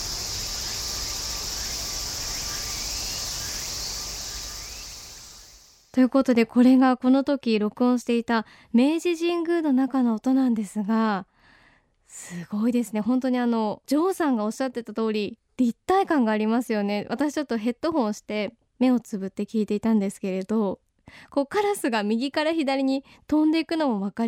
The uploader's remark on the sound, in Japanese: バイノーラルマイクで録音した夏の明治神宮の森の音